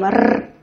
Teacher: And as well, we have here the sound R, which is like tigers do. But not like in English, we don't fold our tongue into a crescent. We have this firm R.